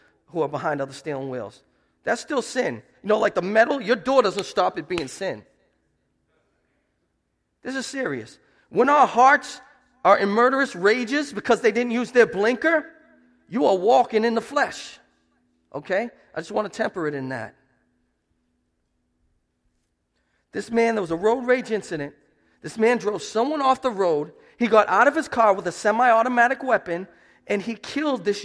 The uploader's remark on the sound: Preached at Restoration Road Church on April 2, 2017